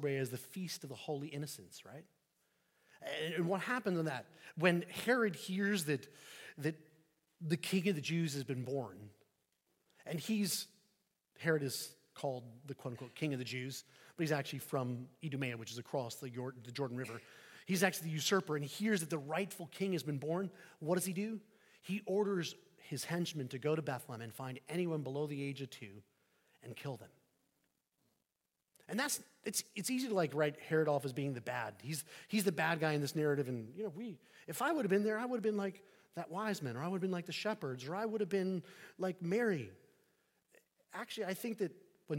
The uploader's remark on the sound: Sermon preached on New Year's Eve 2023 at St Peter the Fisherman, New Smyrna Beach